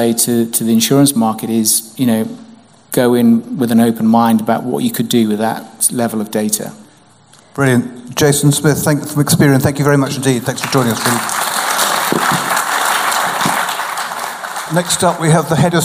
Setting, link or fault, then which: setting, live audience